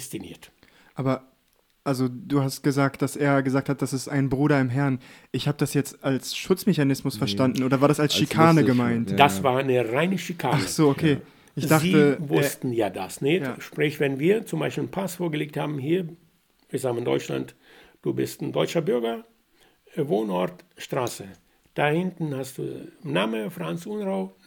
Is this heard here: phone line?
no